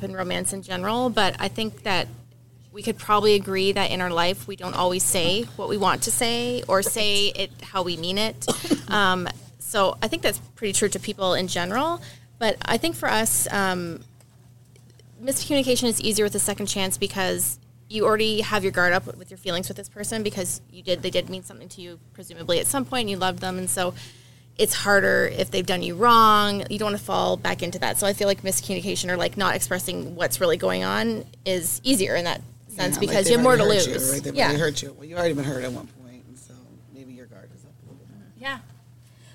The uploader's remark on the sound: live from the Barnes and Noble in Maumee, Ohio for Heating Up the Holidays Event.